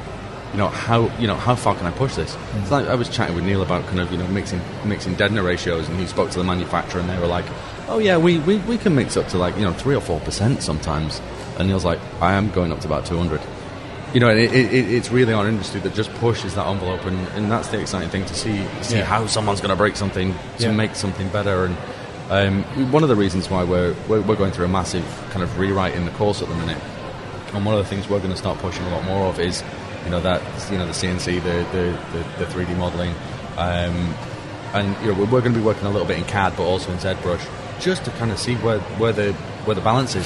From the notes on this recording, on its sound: At IMATS London 2019, I sat and had a great chat